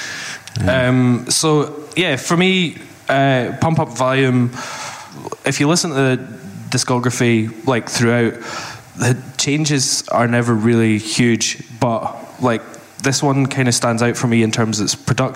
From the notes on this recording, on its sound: The Pop Punk Mixtape LIVE. We take some questions from the audience too.